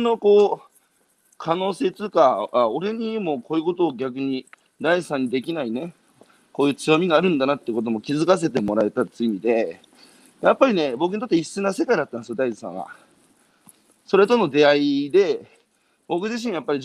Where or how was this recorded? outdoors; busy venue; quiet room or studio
outdoors